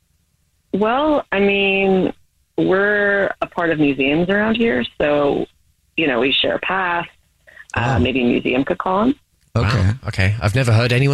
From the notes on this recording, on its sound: on the phone